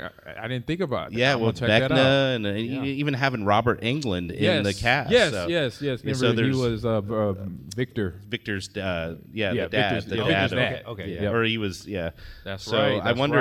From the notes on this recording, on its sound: Live from the Fan Expo in Chicago